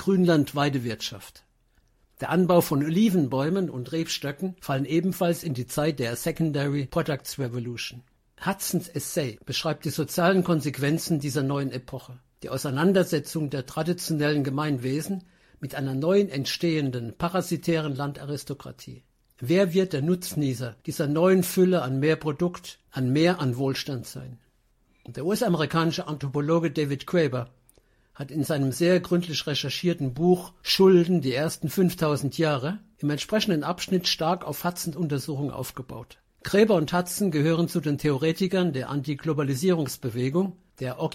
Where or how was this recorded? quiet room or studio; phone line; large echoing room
quiet room or studio